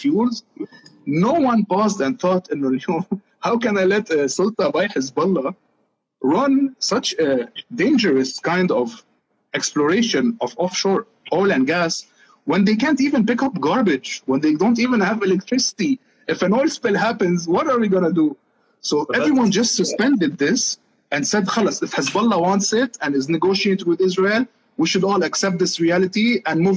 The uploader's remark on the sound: This is the audio from our conversation on Instagram Live.